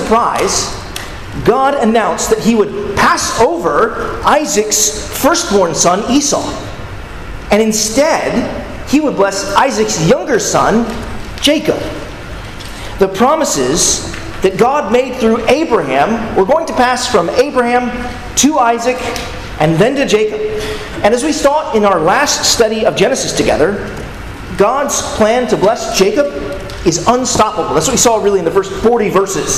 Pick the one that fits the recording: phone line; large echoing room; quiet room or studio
large echoing room